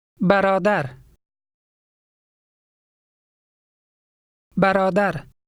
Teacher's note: In number 5, the middle syllable is elongated